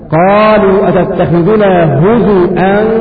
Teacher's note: جميع القراء قرأوا بضم الزاي وإبدال الواو همزة